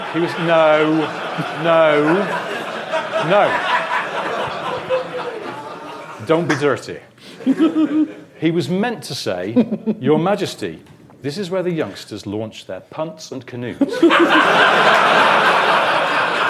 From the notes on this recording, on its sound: Live from Bristol. A live recording in Bristol. In front of an audience.